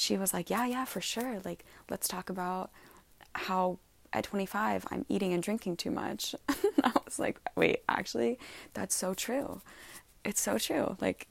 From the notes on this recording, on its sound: Live from my bed. Excuse the background noise.